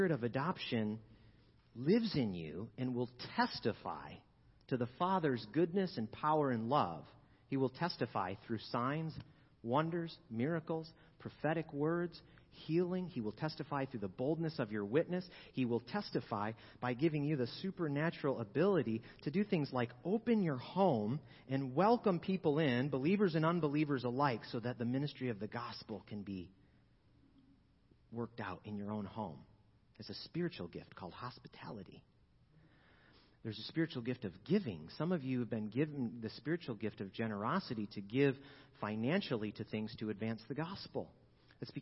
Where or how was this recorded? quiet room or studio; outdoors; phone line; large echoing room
large echoing room